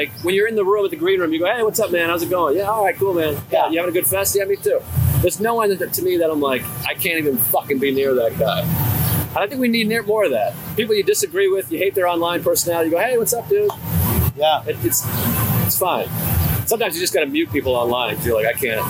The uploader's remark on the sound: It’s an on location YKWD from Just For Laughs Montreal. Having an outdoor old school style episode.